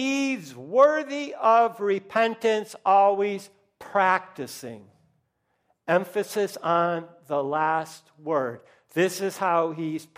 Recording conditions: large echoing room